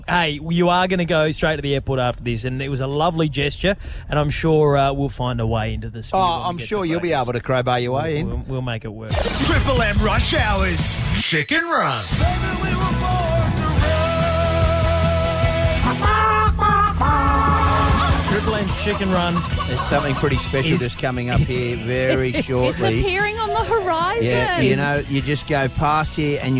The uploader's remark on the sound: crammed into a vehicle and broadcast LIVE on the drive to Super Rooster in Toowoomba!